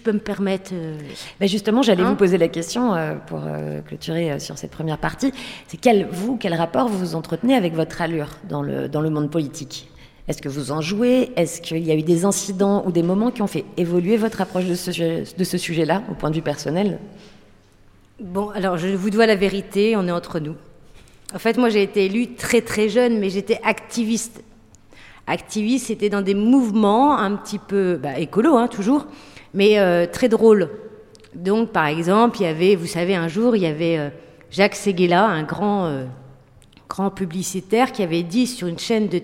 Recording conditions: busy venue